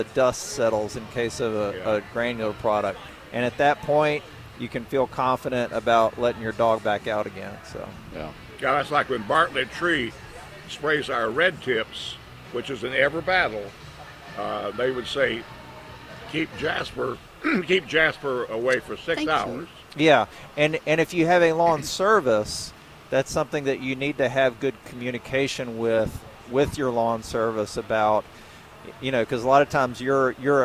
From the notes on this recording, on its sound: broadcasting live from the NC Pet Expo